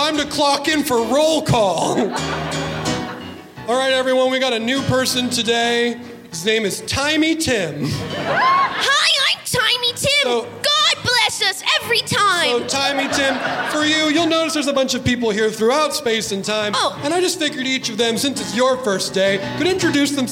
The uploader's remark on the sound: LIVE at SF Sketchfest 2023. Recorded live at San Fransisco Sketchfest in January of 2023 at the Great Star Theater.